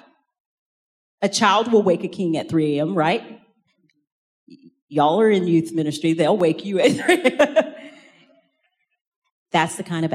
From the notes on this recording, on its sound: In this second main talk from the Rooted 2023 conference in Franklin, Tennessee.